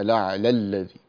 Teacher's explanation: هذه الألف التي في الأعلى سقطت لما وصلناها بما بعدها الأعلى الذي، فهذه الألف سقطت لالتقاء الساكنين، فإذا التقى ساكنان وكان الأول منهما حرف مد سقط فلا تقلل، طبعا خلاص هي ليست موجودة نقلل إيه يعني.